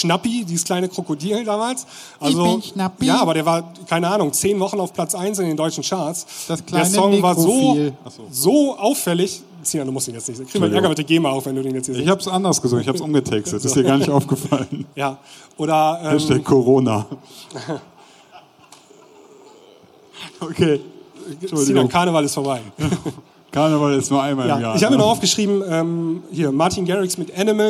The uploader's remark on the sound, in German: Live von der Mixcon 2020. Auf der Mixcon in München und haben dort einen Live-Podcast gehalten und aufgenommen (daher auch die etwas schlechtere Audioqualität als gewohnt).